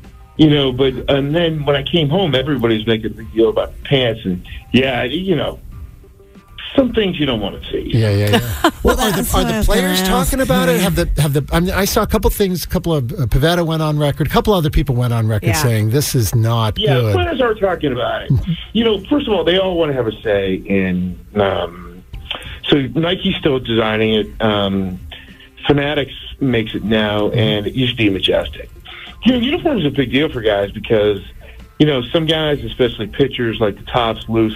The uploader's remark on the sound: called in to discuss